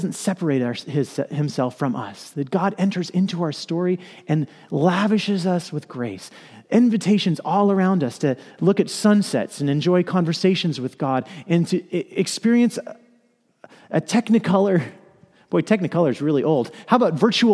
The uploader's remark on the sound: Message delivered during the 2PM Christmas Eve Contemporary Worship service.